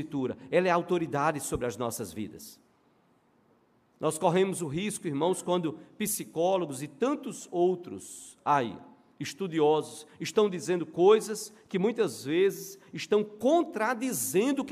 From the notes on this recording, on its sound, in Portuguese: no culto presencial e transmitido ao vivo